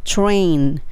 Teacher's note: 最後のえっと N もベロが歯の裏に当たって終わるって感じですね